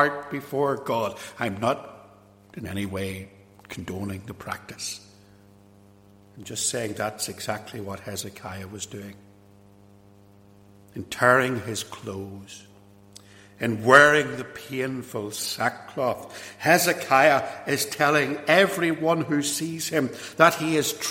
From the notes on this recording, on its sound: This sermon was preached at Ballymacashon and Templepatrick Reformed Church, and was recorded at Templepatrick.